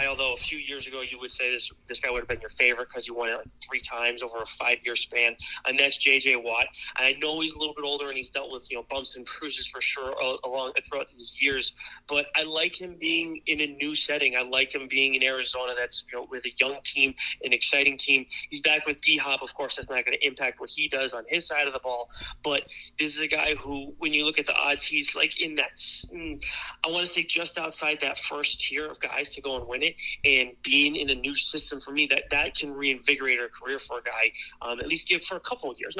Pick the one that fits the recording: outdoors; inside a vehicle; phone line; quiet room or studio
phone line